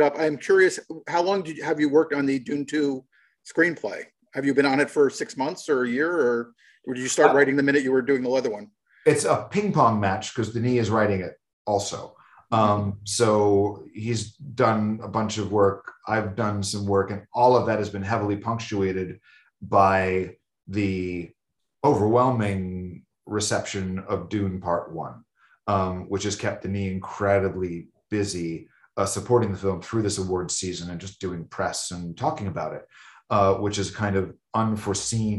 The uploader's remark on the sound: Shot via Zoom, March 2022